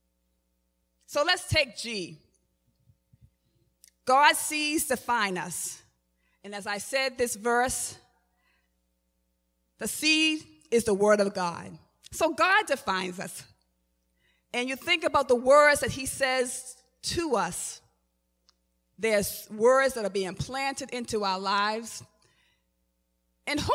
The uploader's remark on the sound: Recorded at the 11:30am Service on 2017-05-14.